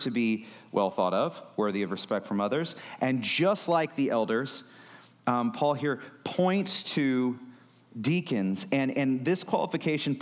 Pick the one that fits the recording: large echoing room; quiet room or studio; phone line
large echoing room